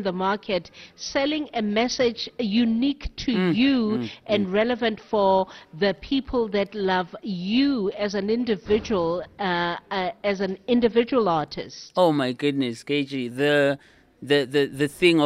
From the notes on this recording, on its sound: Live at State Theatre. Live at the South African State Theatre (Tshwane).